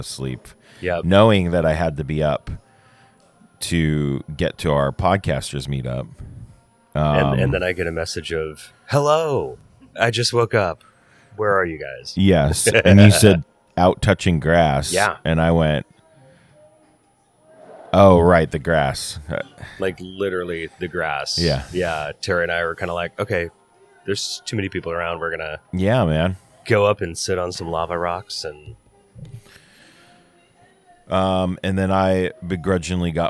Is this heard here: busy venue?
yes